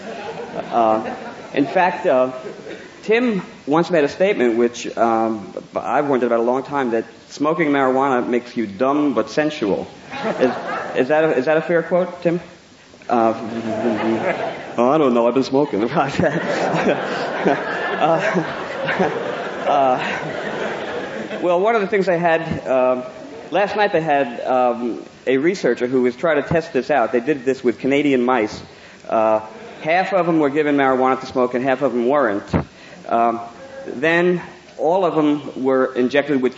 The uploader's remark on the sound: Recorded early in the 1980s at a Psychedelic Conference held at UCSB